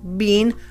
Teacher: It's B-E-E-N. It looks like bean, long E, and the Brits pronounce it like that, bean.